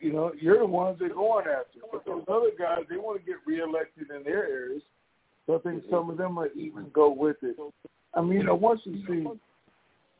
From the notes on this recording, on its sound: TNTSuperfantastic Conference Call